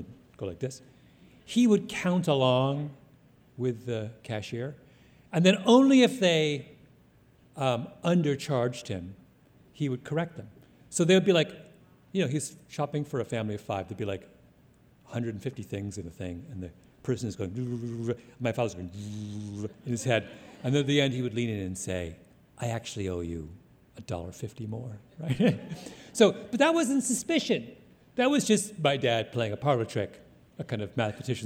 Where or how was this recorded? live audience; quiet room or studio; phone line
live audience